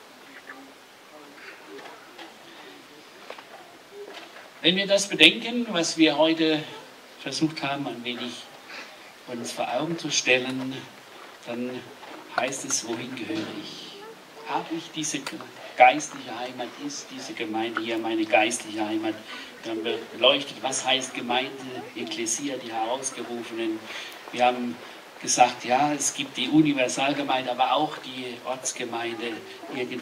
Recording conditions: outdoors